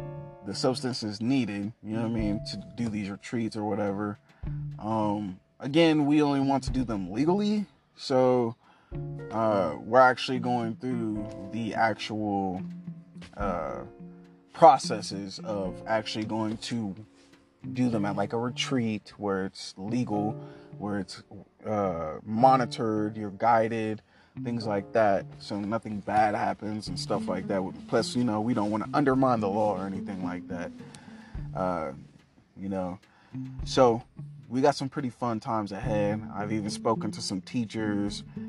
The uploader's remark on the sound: In the car thoughts